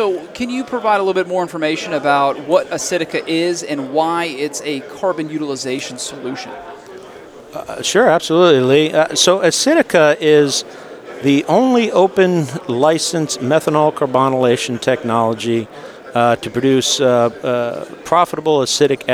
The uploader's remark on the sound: Live at AFPM